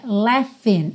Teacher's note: Laughing, não se assuste com a escrita dessa palavra, porque a escrita é L-A-U-G-H-I-N-G, mas a pronúncia é laughing. Esse GH do meio vai soar como um F